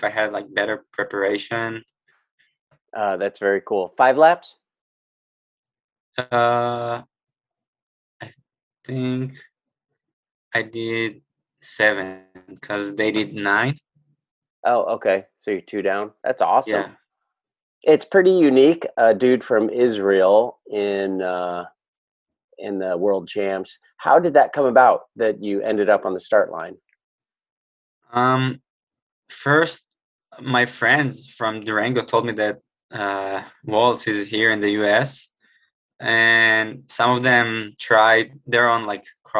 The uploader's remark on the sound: I caught up with the three of them via zoom